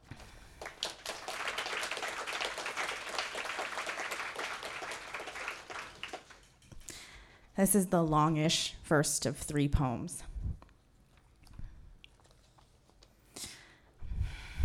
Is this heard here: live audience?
yes